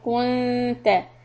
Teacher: This is going to be ikhfa. Make the noon very soft, tongue close to makhraj of ta.